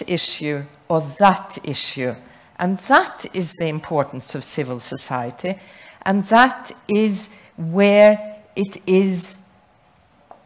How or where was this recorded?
large echoing room